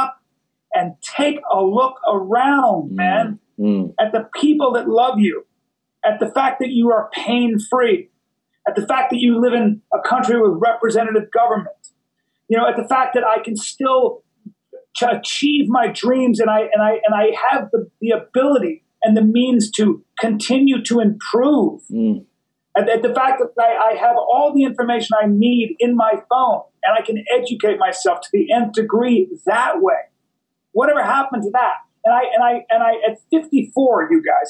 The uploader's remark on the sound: I messed up. As a result, the audio quality of today's episode is not up to par with what it usually is.